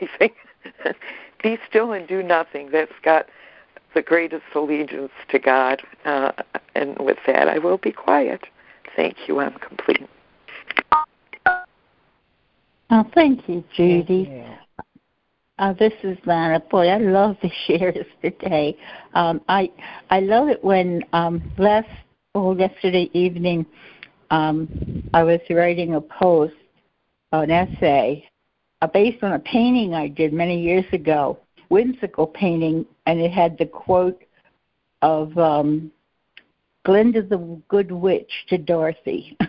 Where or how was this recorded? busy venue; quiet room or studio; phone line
phone line